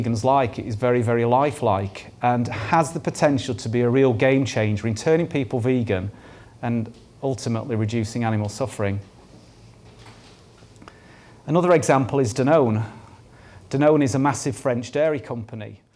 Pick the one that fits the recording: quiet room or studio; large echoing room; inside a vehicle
large echoing room